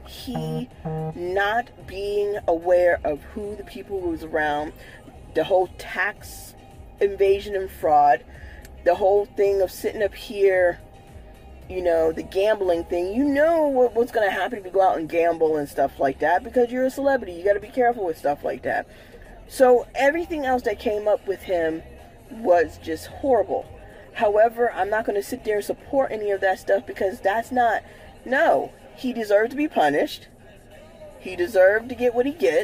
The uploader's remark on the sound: This episode was recorded in my car.